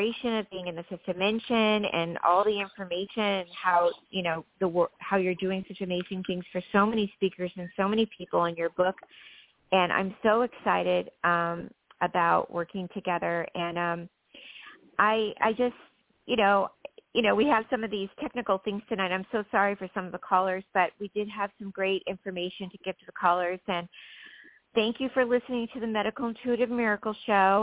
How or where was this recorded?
phone line